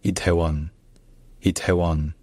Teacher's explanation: En faisant attention au fait également qu'après le T, il y a une légère aspiration